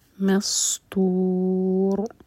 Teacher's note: مس سین پر سیٹی والی آواز، اور پھر اگین تو ہیوی اور را ہیوی.